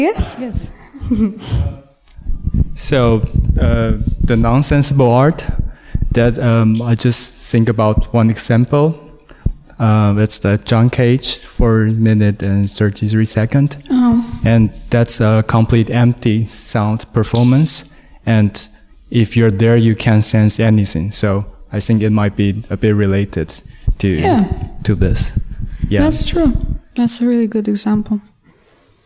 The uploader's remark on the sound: We documented the Panel Discussion at West Den Haag organized by multiple KABK students. In collaboration with The Hague Contemporary.